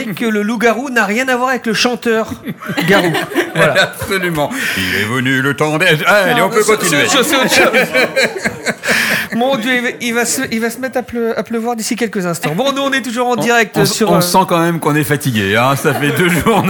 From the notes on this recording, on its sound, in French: En direct du salon du livre dimanche 2 octobre 2022. Faites Lire 2022. Était sur les radios de la FRAMA en direct du salon du livre.